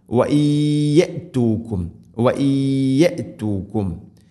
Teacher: നൂനിനെ യാഇലേക്ക് ഇദ്ഗാം ചെയ്ത് മണിച്ചുകൊണ്ട് ഉച്ചരിക്കണം · Term: ഇദ്ഗാം ബിഗുന്ന